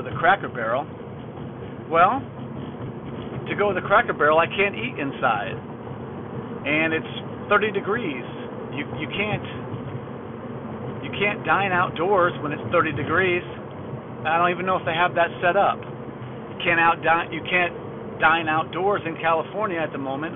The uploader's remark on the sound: Rambled in the car while trying to find a grocer store.